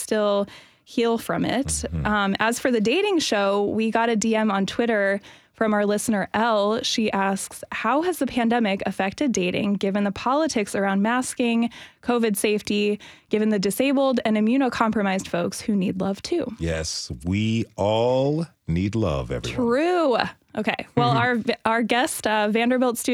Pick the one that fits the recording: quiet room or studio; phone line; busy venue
quiet room or studio